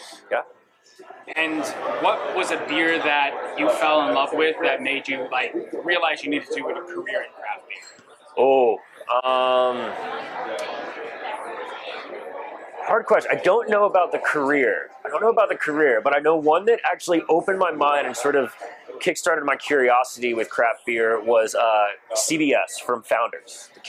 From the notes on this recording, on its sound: For the second time in our show’s history, we’re live at Long Live Beerworks!